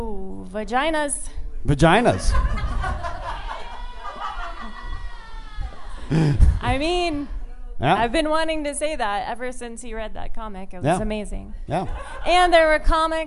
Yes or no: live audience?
yes